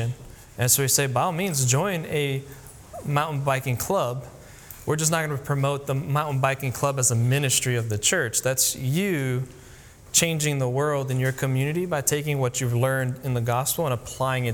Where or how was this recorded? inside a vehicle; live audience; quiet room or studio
live audience